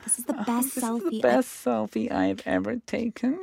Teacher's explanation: Like, sort of breathy, whispery.